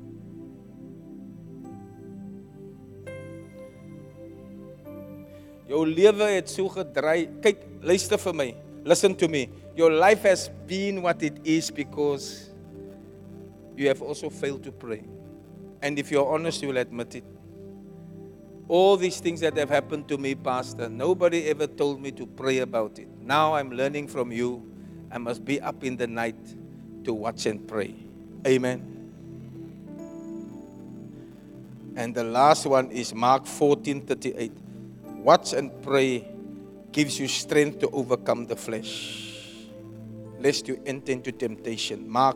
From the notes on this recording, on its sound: Preached at Zion Sanctuary, Cape Town on the 13 August 2023